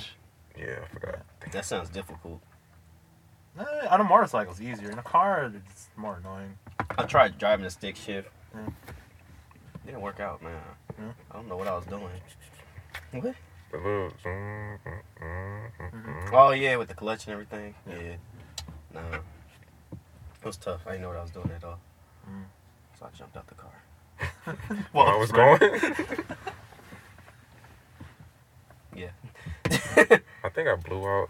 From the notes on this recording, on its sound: Three Dudes in the Car.